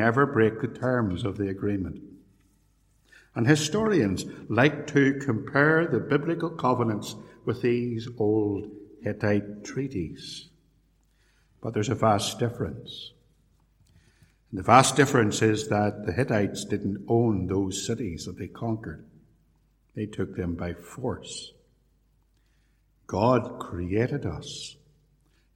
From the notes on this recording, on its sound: A sermon preached in 2017, at Templepatrick Reformed Church.